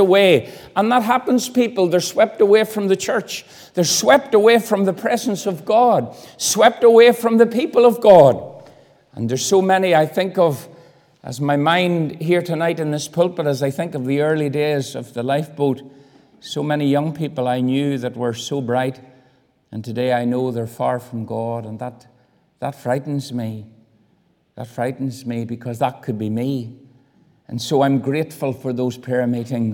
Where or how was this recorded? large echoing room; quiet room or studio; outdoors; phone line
large echoing room